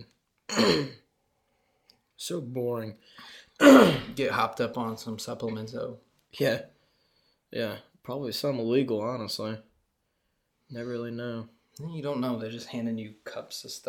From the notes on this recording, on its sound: a short chat with only a few technical difficulties